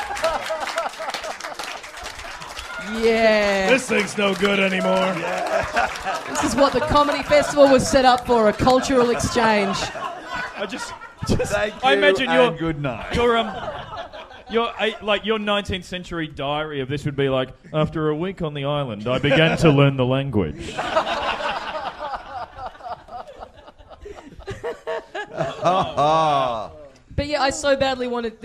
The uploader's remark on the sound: Recorded LIVE at Five Boroughs in Melbourne.